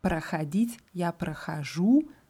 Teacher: Im Gegensatz zu zum Beispiel проходить, я прохожу, da wird die Endung betont.